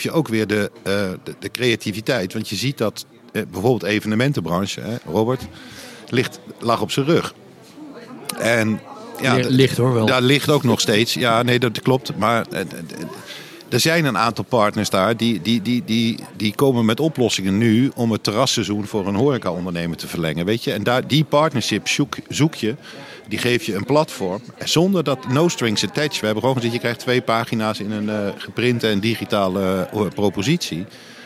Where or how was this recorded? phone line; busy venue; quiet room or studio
busy venue